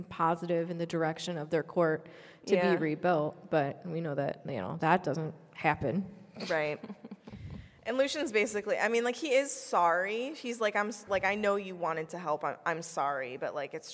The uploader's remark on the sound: LIVE at LeakyCon Chicago 2023!